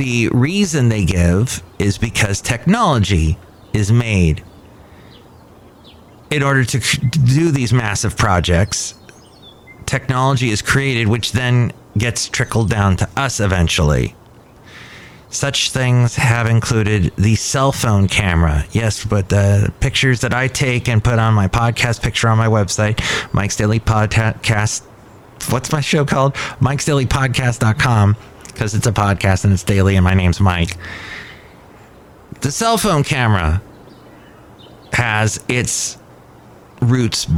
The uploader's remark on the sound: Podcasts live from Cafe Anyway.